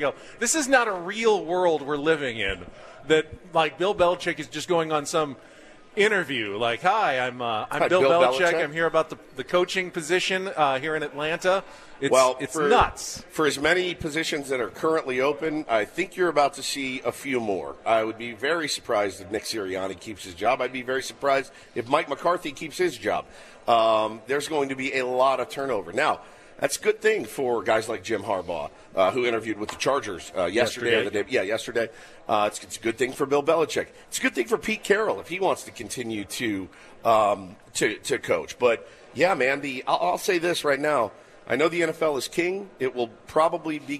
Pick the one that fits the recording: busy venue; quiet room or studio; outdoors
busy venue